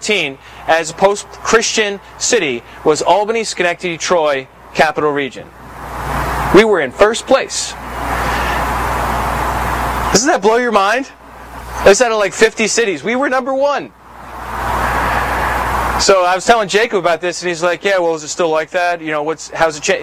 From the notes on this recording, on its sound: Please pardon the quality of this recording. This meeting happened outside in a park in the Albany, NY area.